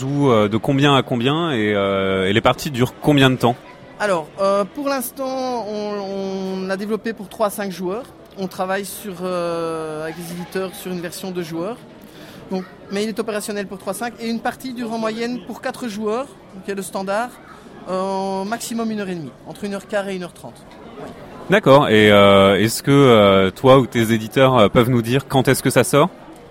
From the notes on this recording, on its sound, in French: Interview réalisée au festival international des jeux de Cannes édition 2015